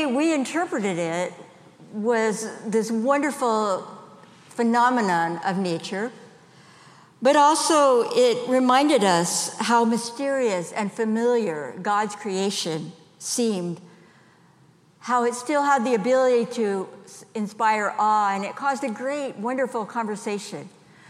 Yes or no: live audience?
yes